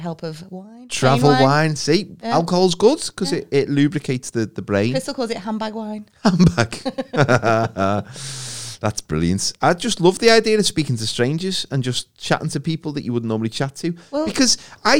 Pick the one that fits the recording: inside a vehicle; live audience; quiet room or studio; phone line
quiet room or studio